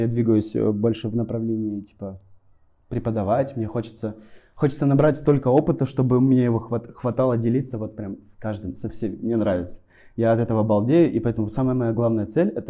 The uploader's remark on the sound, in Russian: Петличный микрофон при записи был один, поэтому качество звука оставляет желать лучшего